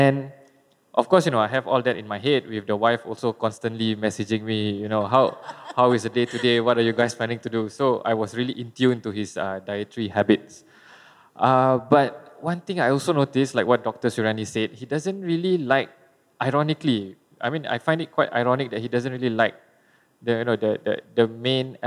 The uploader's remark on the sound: This conversation was recorded live in January 2017 at National Gallery Singapore